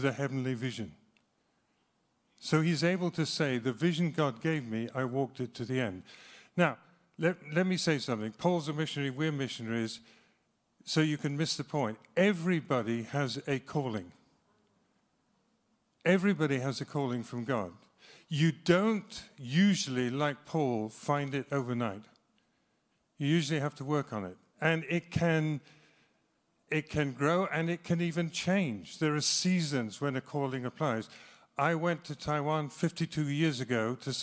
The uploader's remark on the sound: speaks live at Trinity Cheltenham